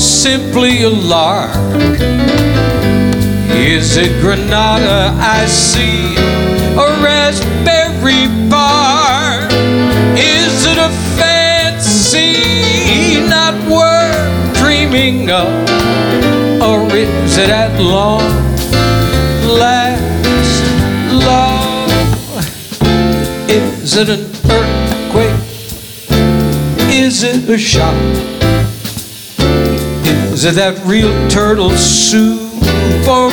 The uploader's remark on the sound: Live at the SouthPoint Casino